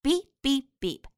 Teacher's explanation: 前两个 beep 的 p 的发音可以失去爆破